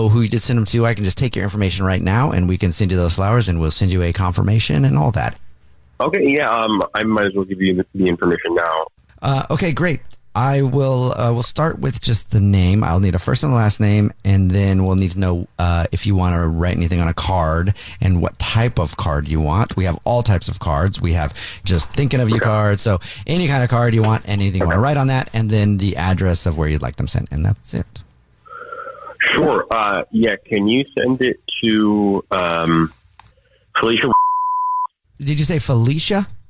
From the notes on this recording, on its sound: on the phone today